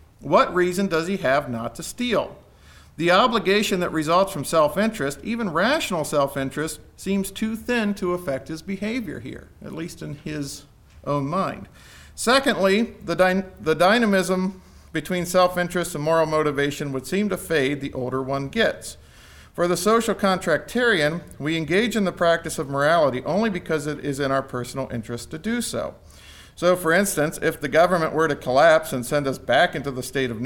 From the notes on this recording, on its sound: Conference at Franciscan University of Steubenville.